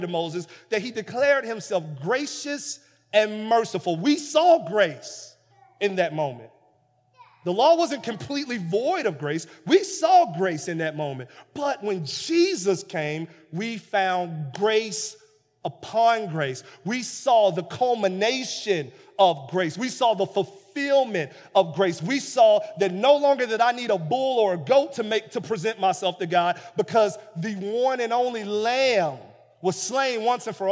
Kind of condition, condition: setting, large echoing room